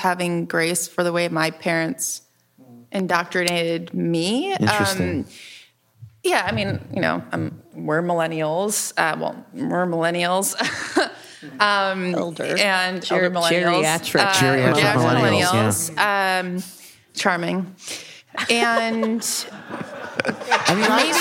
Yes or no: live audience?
yes